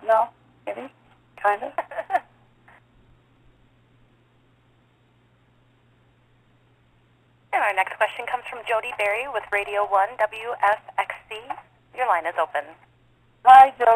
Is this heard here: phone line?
yes